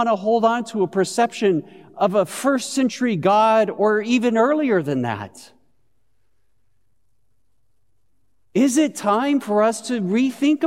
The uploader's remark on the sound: Christmas Eve Service of Worship. Broadcast live at Beatitudes Church in Phoenix, AZ on 12/24/20.